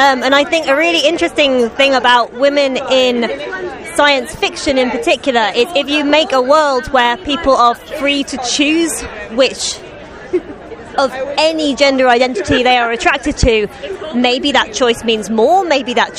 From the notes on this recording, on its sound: A collection of micro-interviews recorded live at Worldcon in Dublin, Ireland.